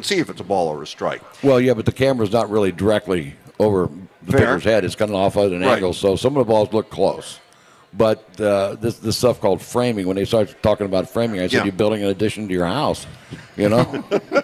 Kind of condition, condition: setting, outdoors